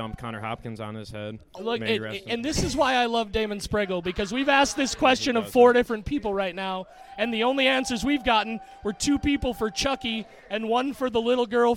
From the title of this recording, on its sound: Live at Timebomb Pro Wrestling